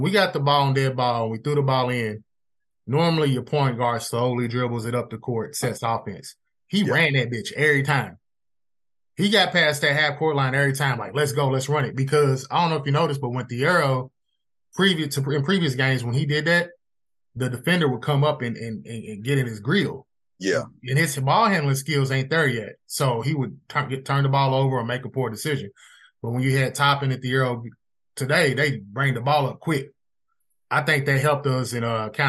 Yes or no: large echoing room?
no